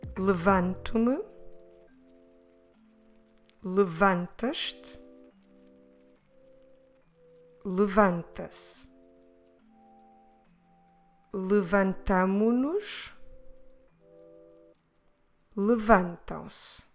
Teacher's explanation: Always stressing the second to last syllable, as we always do with the verbs in the present tense.